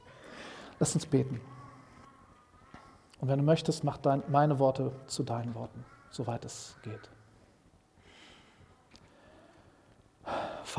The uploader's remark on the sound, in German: Predigt im Rahmen des GreifBar+ Gottesdienstes